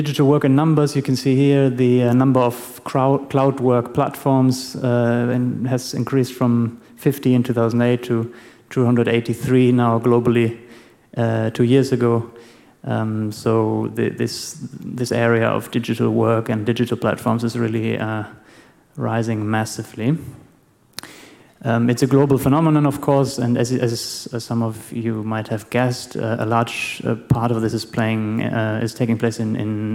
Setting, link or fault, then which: setting, live audience